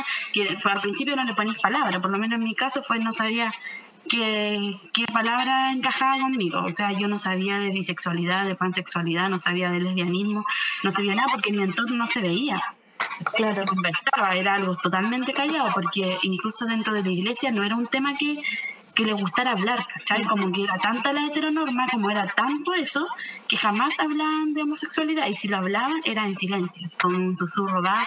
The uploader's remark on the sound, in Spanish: Tengan paciencia con el audio porque nos jugó mala pasada